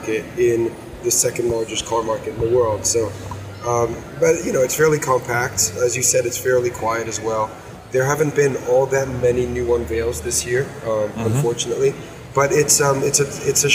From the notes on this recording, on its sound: Live from the Volvo Stand on the LA Auto Show.